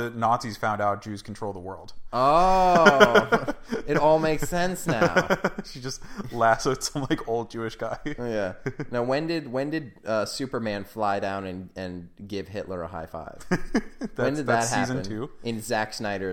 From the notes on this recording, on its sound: we are trying out new microphones, so if you hear an echo, it's definately not our fault.